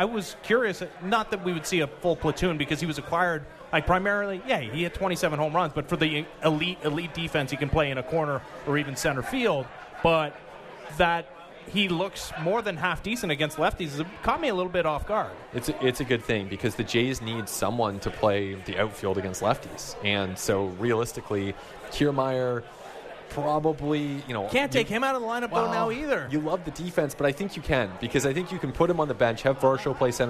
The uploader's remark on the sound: We are live from Rogers Centre, inside the Sportsnet Bar and Grill